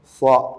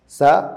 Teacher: സ്വ സ സ്വ രണ്ടും ഒരേ മഹ്റജാണ്, പക്ഷേ വ്യത്യസ്തമായ ശബ്ദം വരുന്നത് നാവിൻ്റെ അവസ്ഥയിലാണ്. നമ്മുടെ നാവ് ഉയർന്നു പൊങ്ങി നിൽക്കും, മേലെ അണ്ണാക്കിലേക്ക് ഉയർന്നിരിക്കുന്ന അവസ്ഥയിലാണ് വായ നിറഞ്ഞ ശബ്ദം സ്വാദിന് വരുന്നത്.